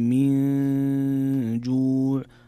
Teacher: من جوع هنا حكم إخفاء، نون ساكنة جاء بعدها حرف الجيم، والجيم من حروف الإخفاء